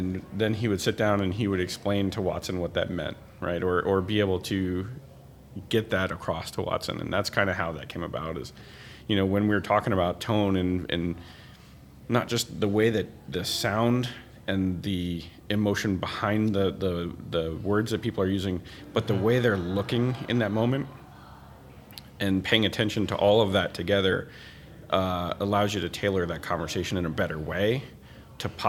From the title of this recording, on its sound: Live From Agile Midwest